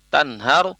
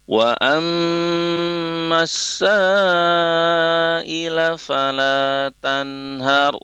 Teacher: ro sukun didahului huruf berharokat fathah tanhar, maka dilafazkan tebal ro-nya · Term: tafkhim